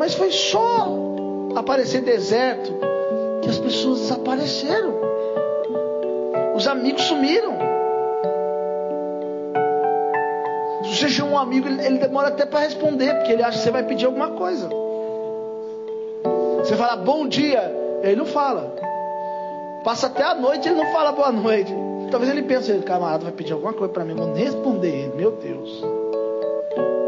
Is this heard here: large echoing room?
yes